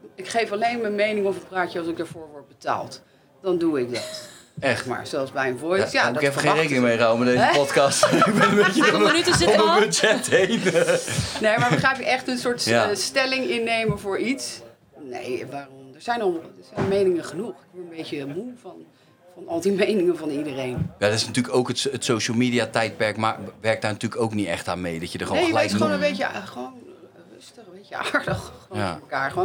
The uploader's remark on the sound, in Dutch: Het is behoorlijk heet in de Kleinste Kroeg van Nederland die backstage staat bij De Vrienden van Amstel LIVE.